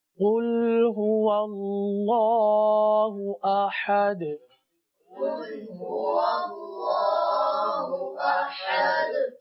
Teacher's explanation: یہاں پر قاف کو پر پڑھیں گے، هو اللہ، اللہ عز و جل کے لام کو پر پڑھیں گے، احد آخر میں دال پر قلقلہ ہوگا